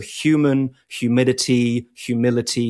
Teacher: a fusion of the H and the invisible Y sound, let's say the H and the Y, into a kind of H, which is a palatal sound